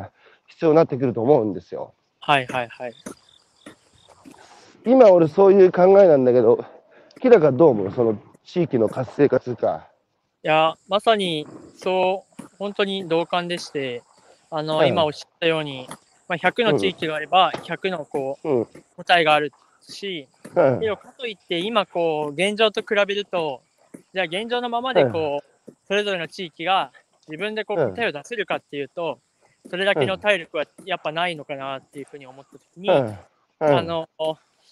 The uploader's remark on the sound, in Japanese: 歩きながら1時間、対談する